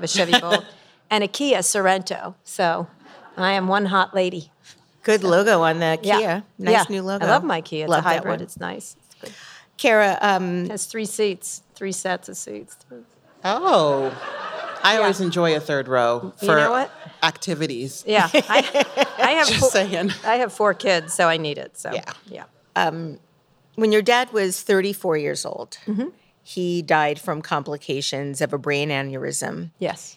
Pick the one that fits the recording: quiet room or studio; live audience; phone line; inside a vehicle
live audience